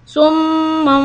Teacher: You change the noon sound to a meme sound. Summum. Lightly you press the lips, you hold the sound, and always you see this baby meme followed by the letter ba. · Term: iqlab